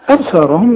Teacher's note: الهمزة ترقق والباء ترقق برضه